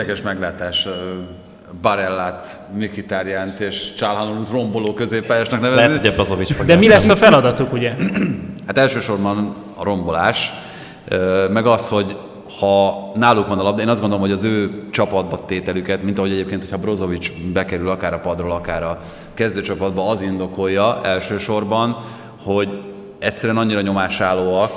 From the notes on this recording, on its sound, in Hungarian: A közönségtalálkozó felvételét próbáltuk minél gyorsabban közölni